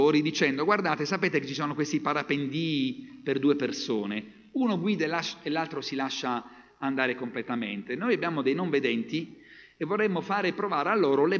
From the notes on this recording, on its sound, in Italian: Registrazioni dal vivo dalle comunità avventiste in Italia.